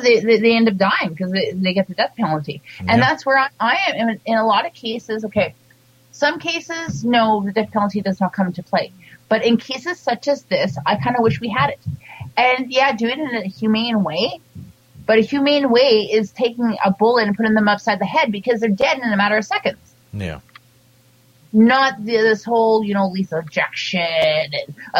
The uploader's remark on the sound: attempted live prank calls